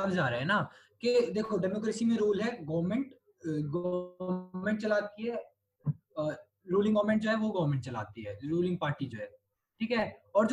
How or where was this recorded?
video call